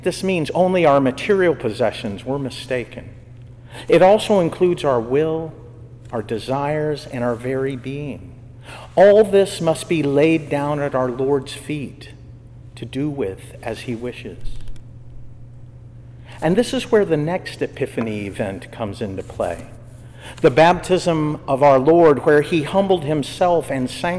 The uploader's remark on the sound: was given during Evening Prayer for the Dayton Secular Order of Discalced Carmelites on Feast of the Epiphany in Jan 2023